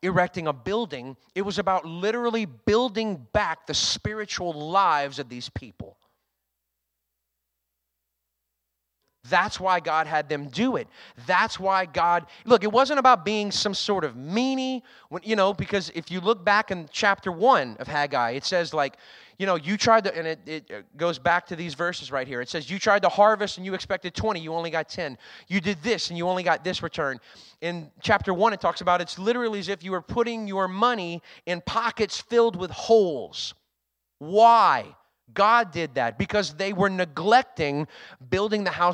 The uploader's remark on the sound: was recorded on Sunday, February 5th, 2023, during service at The Anchor Church in Rockport, Maine.